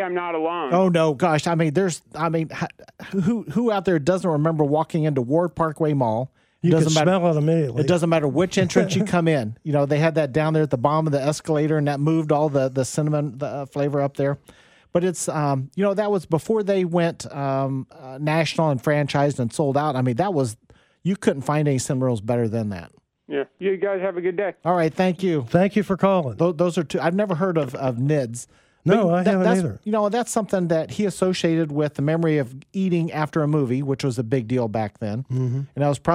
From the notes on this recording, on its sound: go 100% with the phone and text line